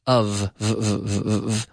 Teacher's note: when we have that V sound, we're activating the vocal cord. You take the F and you simply activate the vocal cords.